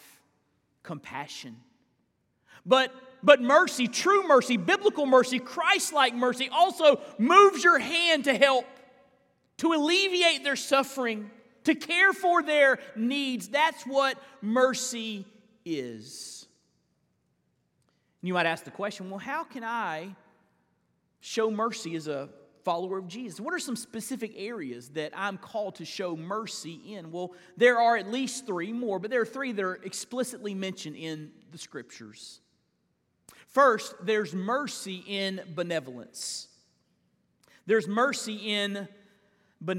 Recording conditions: large echoing room